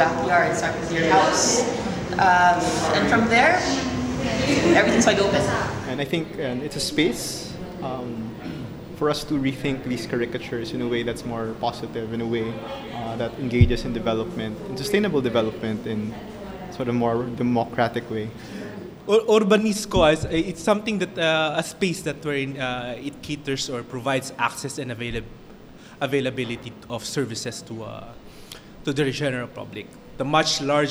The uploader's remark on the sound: What do you get when you let loose a bunch of urban planners and development professionals with mics and alcohol at the Nipa Brew Taproom?